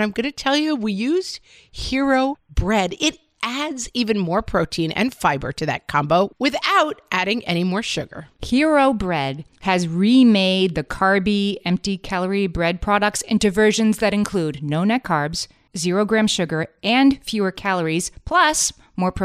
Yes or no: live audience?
no